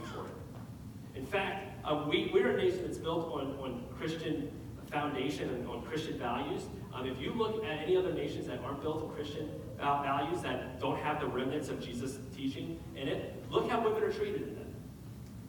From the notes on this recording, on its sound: We had some technical difficulties this week, so please excuse the audio quality.